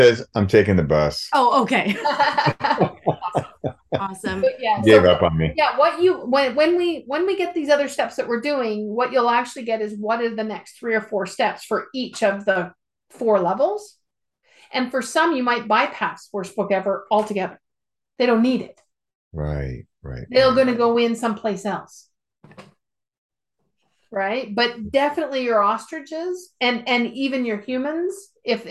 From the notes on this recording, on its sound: Recording of our Zoom call from Sep 16, 2022.